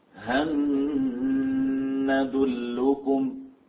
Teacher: الغنة إنها هي صفة المدغم فيه فتبقى موجودة